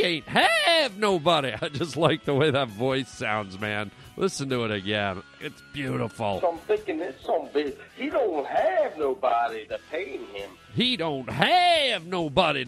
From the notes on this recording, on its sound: Today we play a bunch of great phone messages from some of our listeners